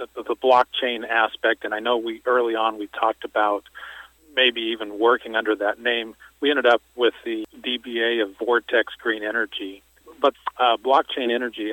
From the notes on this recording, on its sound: called in to SmallCapVoice